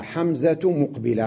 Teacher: لاحظوا حمزة مقبلا، لما وصلت بمقبلا لفظتها تاء